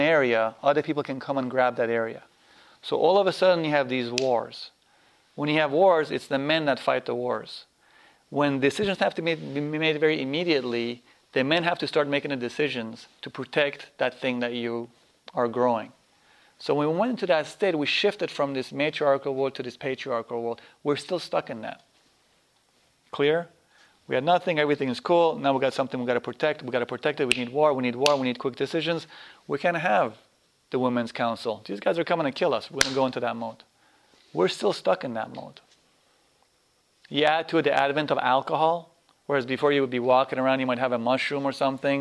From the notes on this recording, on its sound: This workshop was recorded on August 7, 2010, at Omega in Rhinebeck, NY. This is the second day of a three-day workshop.